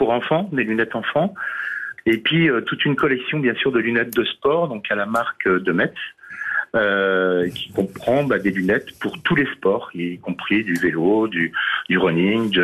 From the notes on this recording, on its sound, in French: les Grosses Têtes ont eu au téléphone